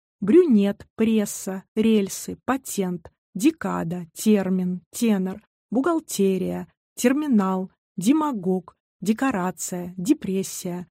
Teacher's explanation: Во всех этих словах сегодня согласный звук перед «е» произносится мягко.